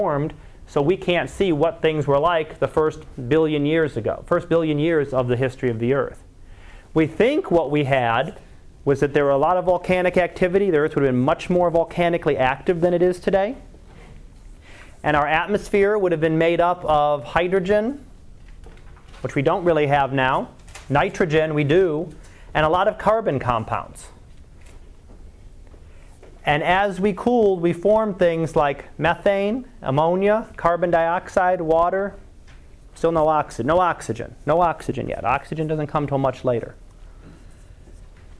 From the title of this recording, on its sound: Live Class Lecture